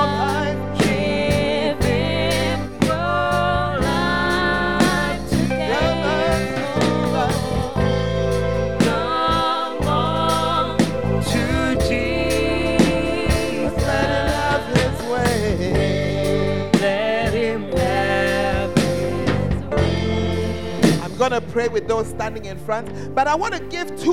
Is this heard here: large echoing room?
yes